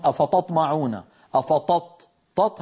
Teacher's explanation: كثير ما نسمع من إخواننا يفخمون التاء